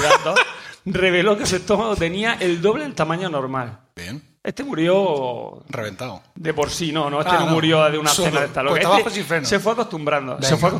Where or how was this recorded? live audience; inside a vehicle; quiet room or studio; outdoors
live audience